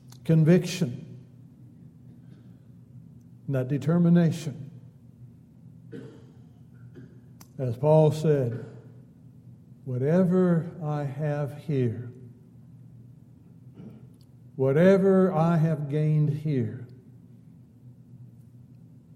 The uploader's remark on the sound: Downtown Church Of Christ Audio Sermon